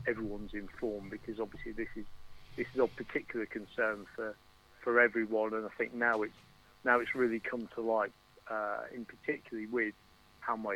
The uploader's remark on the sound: Our very first guest by telephone. Apologies for any issues with the sound. Forgot to press all the right buttons on our new mixer and had to recover.